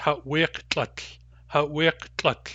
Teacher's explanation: Notice that that lambda hardens. It does not drop. That shows us that the lambda of the continuous form and the lambda of the complete form are different kinds of lambda, if you follow me.